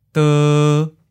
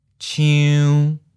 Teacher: Seventh tone, mid flat.